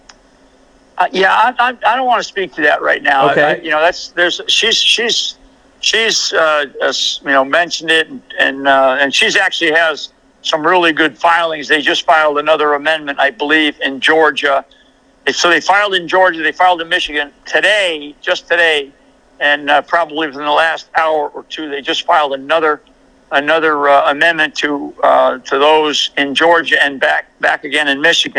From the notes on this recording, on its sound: Phone interview. AUDIO CREDIT TO WVW-TV.